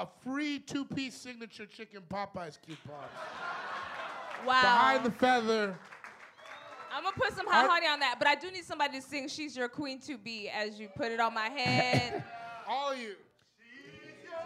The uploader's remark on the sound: LIVE at The Elysian Theater! FIRST live show of the pod at The Elysian Theater in Los Angeles.